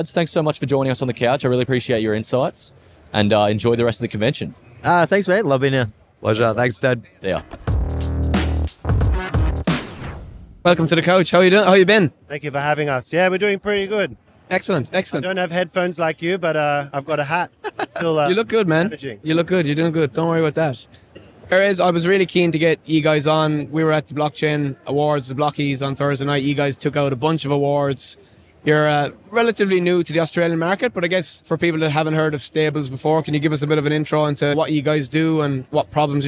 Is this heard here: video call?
no